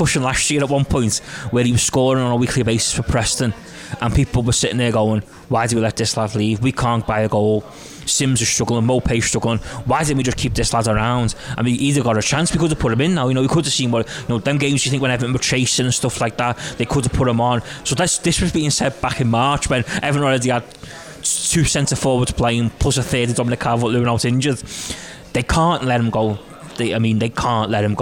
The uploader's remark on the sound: take a break from the Liverpool ECHO office and head to Lovelocks Coffee Shop